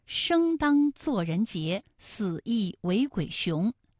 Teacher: 生当雄这几个字呢，他们都是后鼻音